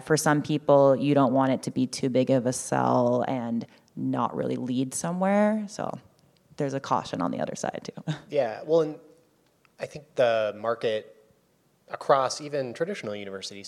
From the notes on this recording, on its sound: This is a special live episode of the podcast recorded in Austin at the SXSW EDU event this past March.